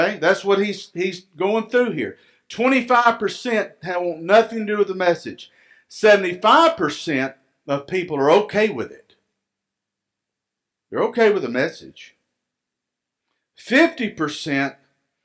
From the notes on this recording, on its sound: Recorded live at Freedom Fellowship Church in Tontitown, Arkansas on Sunday, March 21, 2021.